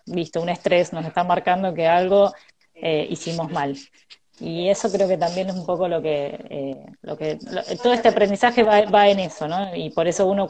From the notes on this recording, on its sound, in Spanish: Audio de la charla en vivo por Instagram